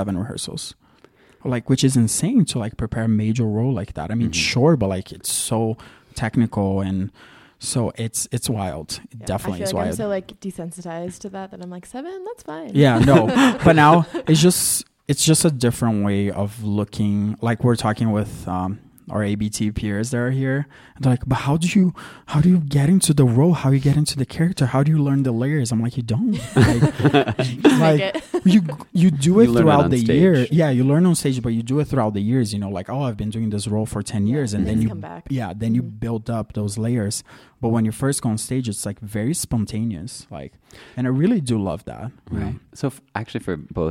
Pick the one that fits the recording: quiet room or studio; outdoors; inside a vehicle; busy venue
busy venue